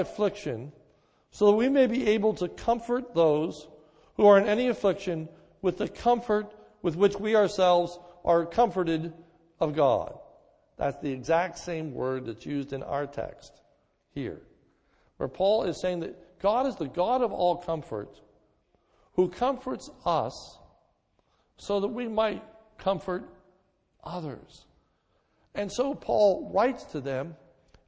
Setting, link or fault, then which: setting, large echoing room